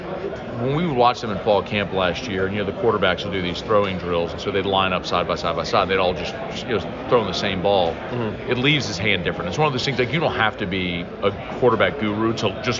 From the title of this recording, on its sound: LIVE! From SEC Media Days